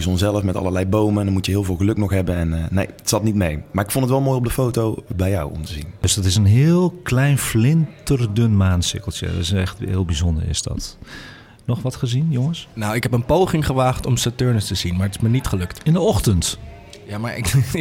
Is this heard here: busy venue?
yes